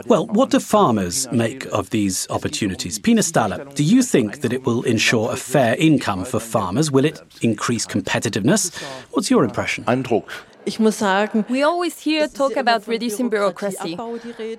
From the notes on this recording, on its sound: snapshots from our Facebook Live broadcast that we made from the event